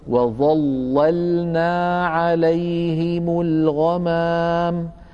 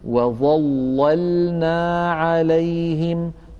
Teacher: اللام الأولى مشددة مفتوحة واللام الثانية ساكنة، التفخيم فقط للام الأولى المفتوحة المشددة، أما الساكنة فتبقى على ترقيقها